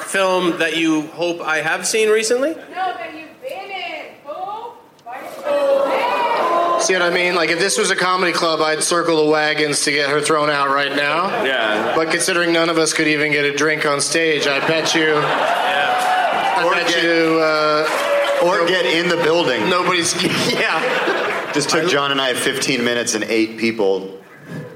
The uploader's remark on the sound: Live from SXSW in Austin TX.